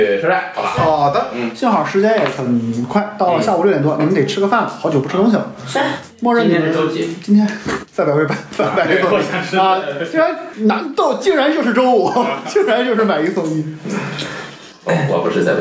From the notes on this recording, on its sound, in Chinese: 因为这次跑团时录制的设备并不专业，再加上环境和大家散座的位置，音质会比较差，调试之后改善不大。